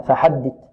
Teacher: الثاء هنا مثلثة تخرج من طرف اللسان مع طرف الثنايا العليا